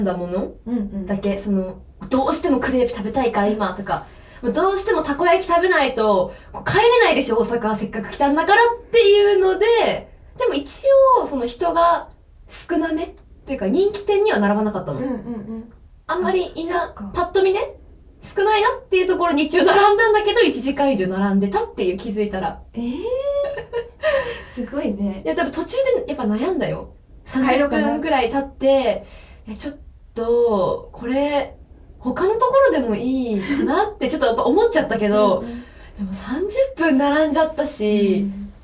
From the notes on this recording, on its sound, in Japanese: 録音状況が悪くてすみません！